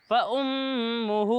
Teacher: یعنی ناک میں آواز لے جا کر پڑھتے ہیں